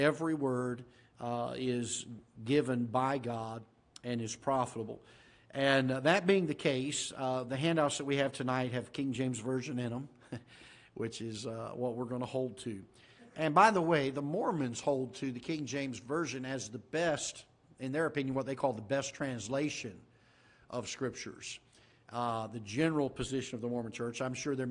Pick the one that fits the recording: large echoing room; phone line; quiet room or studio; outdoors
large echoing room